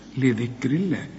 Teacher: ولفظ الجلالة هنا مرقق لأنه قبله مكسور لذكر الله